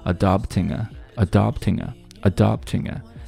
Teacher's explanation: on adopting on adopting adopting 后面又是一个后鼻音 ng 所以说和后面的 a 进行连读 adopting a adopting a 因为这个 a 非常不重要所以说我们听到它读得非常的轻几乎有一点听不出来的感觉了